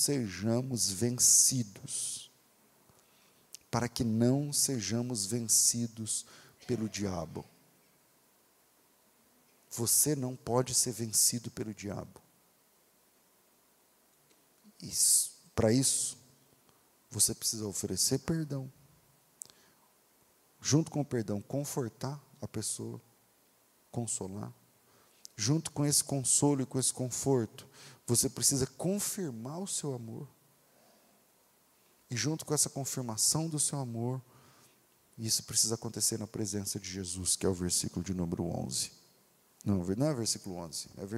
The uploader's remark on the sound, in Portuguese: Culto Ao Vivo